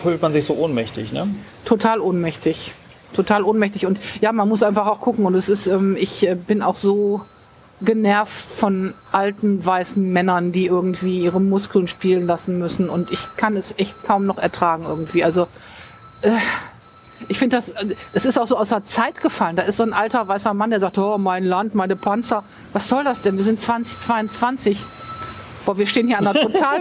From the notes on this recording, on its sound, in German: Dieses Gespräch wurde Outdoor bei einem Gewitter aufgenommen. Am Anfang hört man Regen, später Hagel.